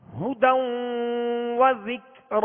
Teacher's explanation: ہا پر پیش ہے، ہونٹوں کو گول کریں گے مگر ہا کا پیش جو ہے جب ادا کریں گے ہونٹوں کو گول کر کے معروف طریقے سے پڑھیں گے مگر پیش کو دراز نہیں کریں گے، کھینچیں گے نہیں.